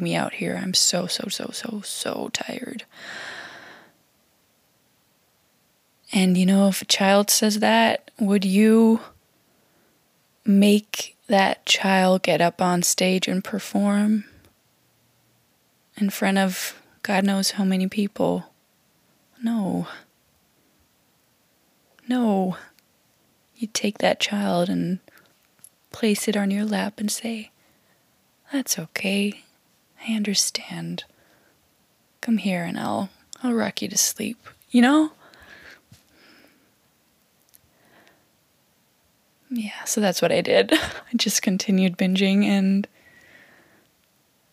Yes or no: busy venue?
no